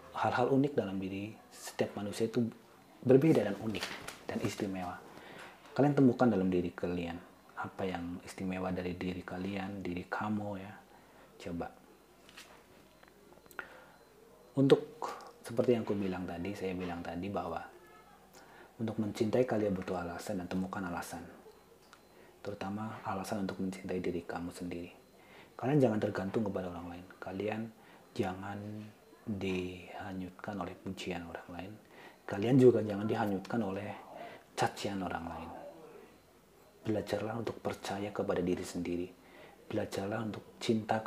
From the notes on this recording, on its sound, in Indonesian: dalam setiap rekaman podcast ada noice di maklumi aja y